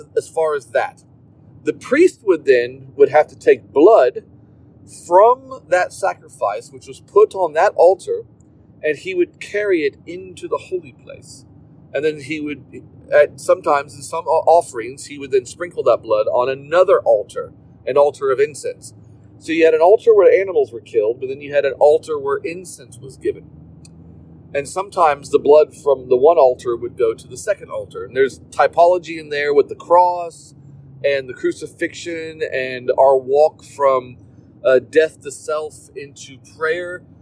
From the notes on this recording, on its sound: in the car while driving